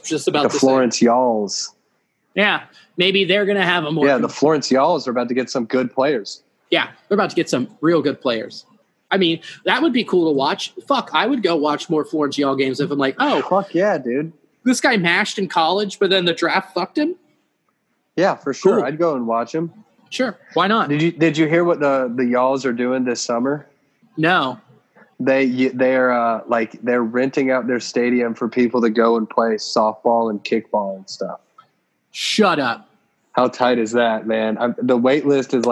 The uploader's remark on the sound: The Boys Use Zoom